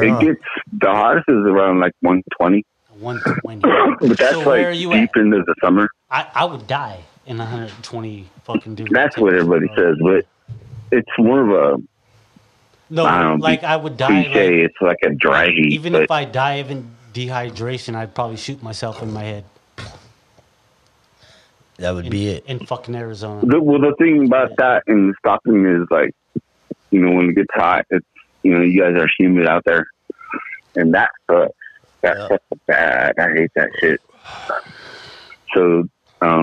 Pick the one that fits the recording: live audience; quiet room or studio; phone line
phone line